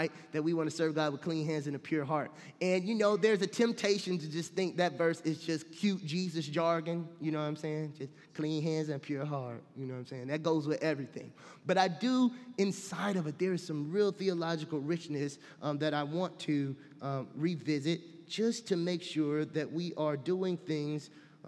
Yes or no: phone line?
no